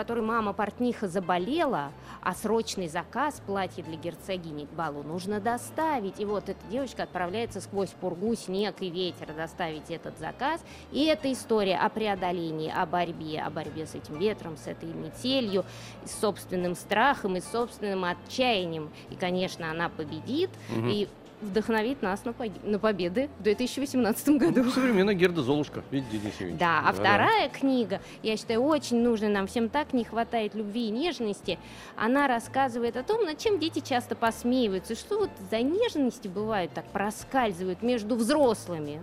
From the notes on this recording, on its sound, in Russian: специальный выпуск шоу "Хочу все знать" с Московской международной книжной выставки-ярмарки на ВДНХ